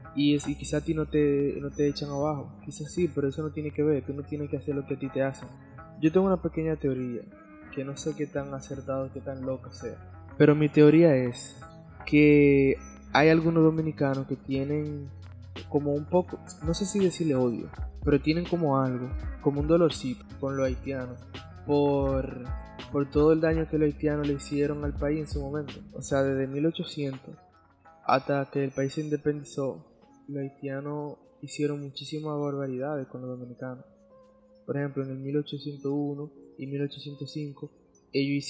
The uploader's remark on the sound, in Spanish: En el audio hay una pequeña estática, asi que no les recomiendo usar audífonos para escucharlo